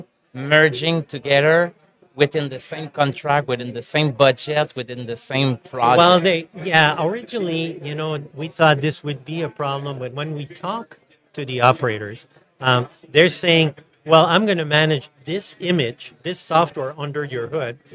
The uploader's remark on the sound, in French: En direct du Hardtech à Toronto